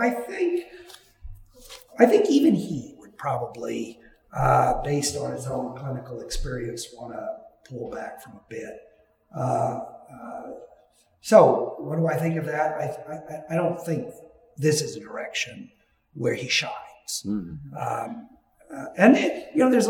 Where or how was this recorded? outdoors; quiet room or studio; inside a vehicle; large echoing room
large echoing room